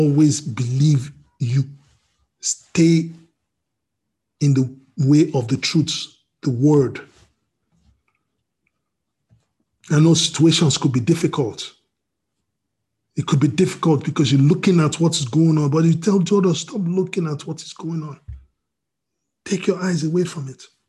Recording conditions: video call